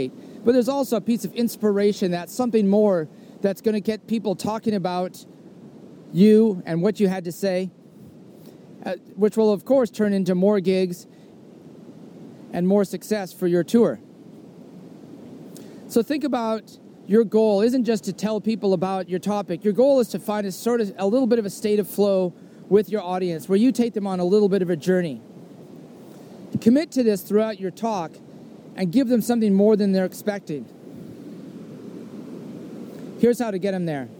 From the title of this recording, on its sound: soliloquy on a trail